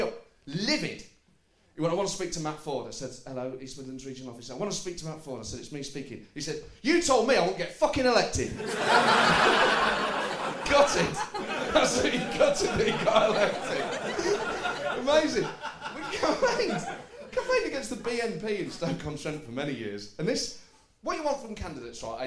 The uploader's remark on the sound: Recorded live at the St James Theatre.